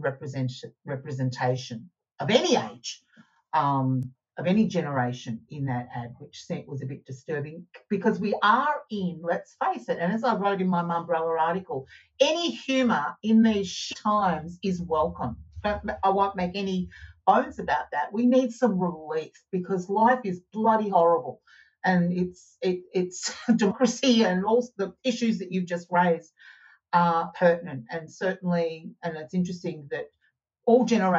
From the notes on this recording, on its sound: Recorded on RiversideFM and edited, mixed and managed by JML Audio.